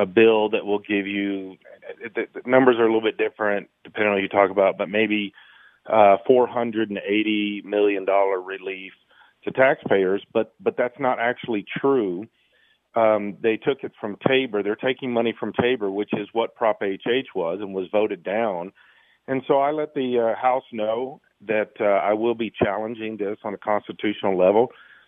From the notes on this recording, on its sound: Called in from the State House up in Denver.